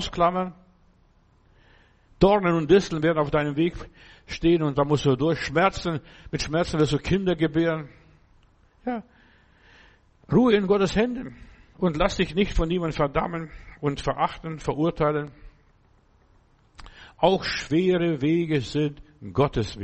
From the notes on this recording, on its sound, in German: im Gemeinde-Zentrum in Berlin aufgenommen